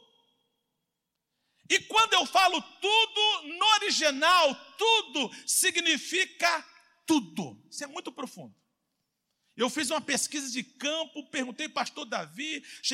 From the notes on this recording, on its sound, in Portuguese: CULTO AO VIVO.